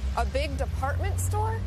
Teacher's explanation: raising her voice at the end of a sentence to make sure she understood about the department store